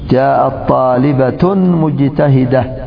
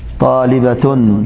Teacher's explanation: إذا كان تاء التأنيث في اسم فإننا نقف عليها مع إبدالها هاء · Shown in: second take